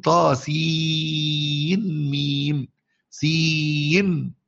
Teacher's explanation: يظهر النون لا يدغمها فيها · Term: بإظهار النون